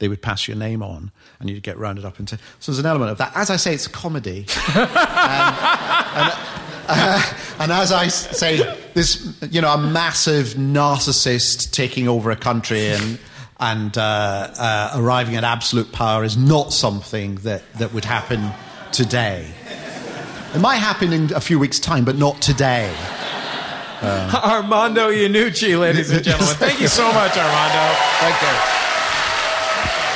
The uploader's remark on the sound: Recorded live at the London Podcast Festival.